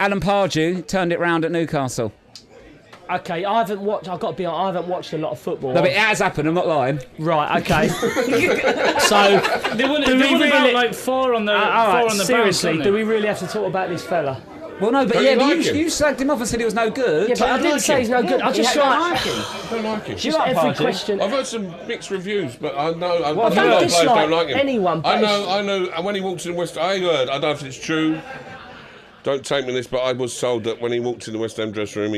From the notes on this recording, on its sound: Pub in Crayford was always going to be difficult to contain. Thankfully, we managed to piece together something vaguely resembling a podcast but most of it was completely un-broadcastable. Honestly, it was like herding (inebriated) cats.